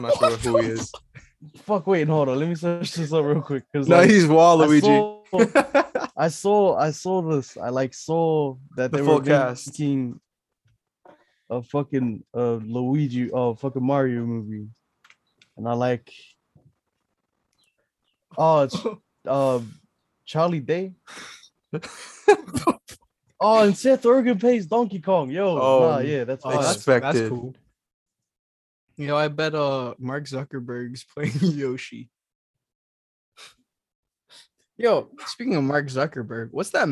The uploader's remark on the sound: despite some connection problems